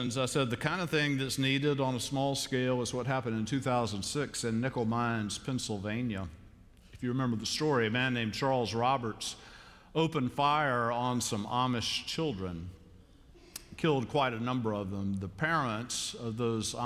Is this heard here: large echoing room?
yes